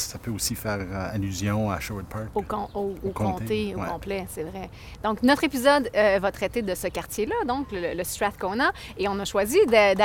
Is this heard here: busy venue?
yes